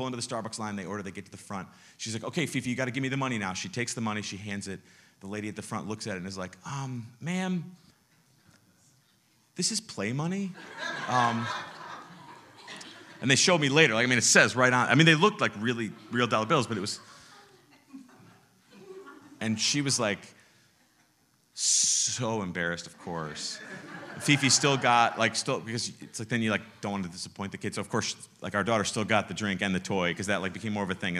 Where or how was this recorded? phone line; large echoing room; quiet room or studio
large echoing room